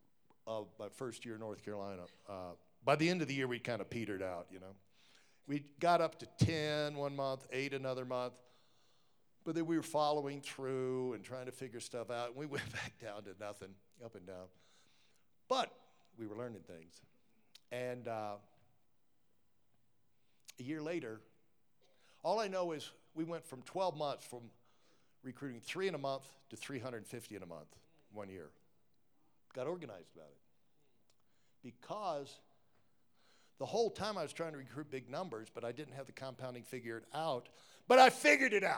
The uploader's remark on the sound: LIVE at Keystone Power Builders Retreat